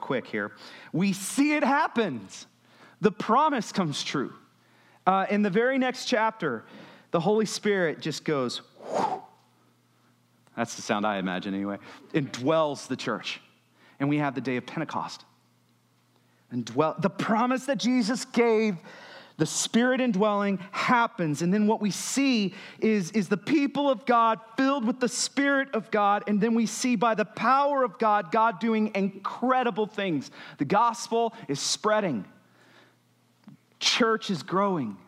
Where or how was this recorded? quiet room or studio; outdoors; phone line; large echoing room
large echoing room